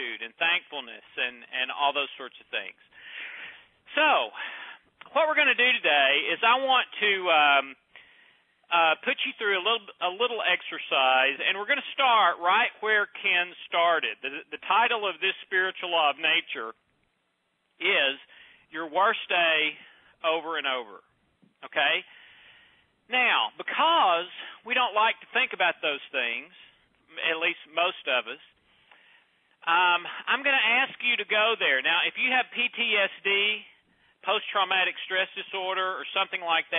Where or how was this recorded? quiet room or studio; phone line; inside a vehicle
phone line